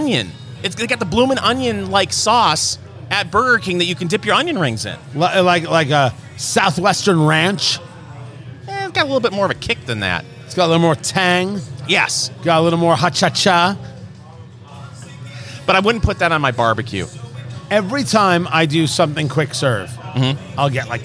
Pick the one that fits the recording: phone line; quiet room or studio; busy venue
busy venue